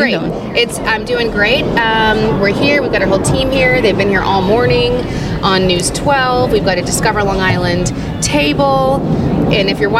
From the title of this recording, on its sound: On Location at the Bethpage Air Show at Jones Beach